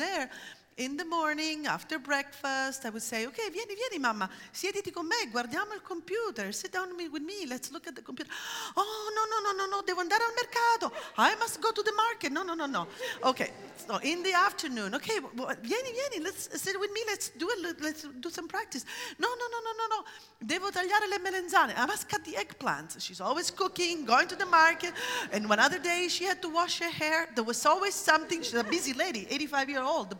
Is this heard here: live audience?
yes